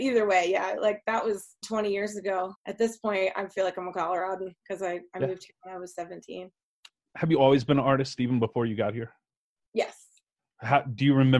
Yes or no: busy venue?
no